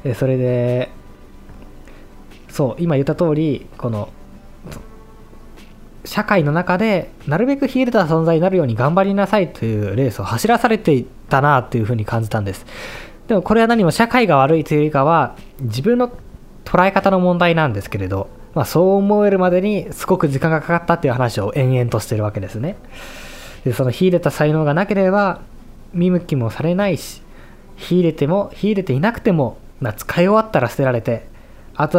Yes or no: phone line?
no